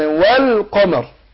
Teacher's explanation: اللام القمرية، القمرية هنا لام مظهرة، قول وال يبقى اظهرت اللام والقمر، تمام؟